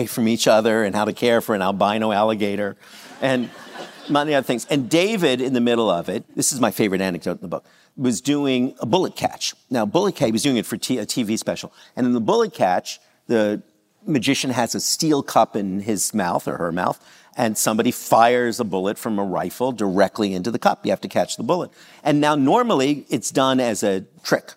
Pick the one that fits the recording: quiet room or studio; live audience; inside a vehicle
live audience